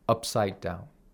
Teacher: We don't hear the sounds of P, for example, whenever it's unvoweled.